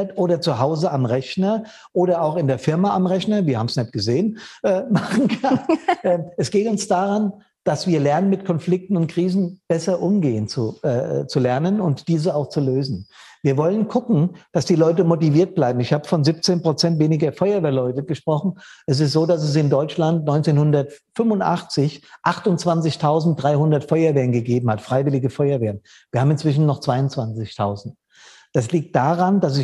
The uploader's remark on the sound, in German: Der Mitschnitt des Info Online-Events fireproof360° vom 31.07.21